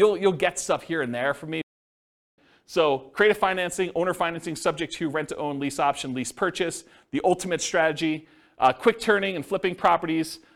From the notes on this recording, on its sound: This was a live class recorded